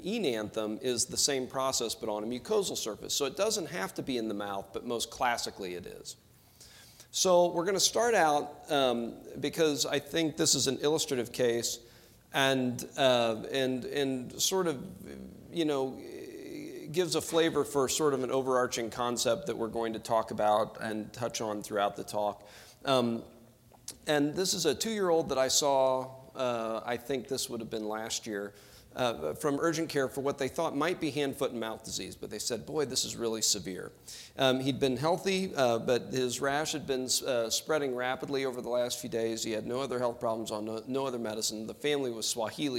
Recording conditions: busy venue